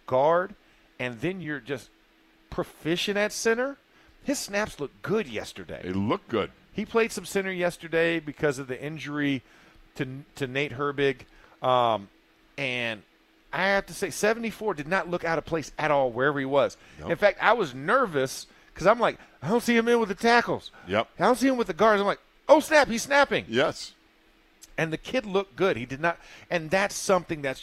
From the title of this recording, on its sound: ITL Live from Steelers Camp Day 15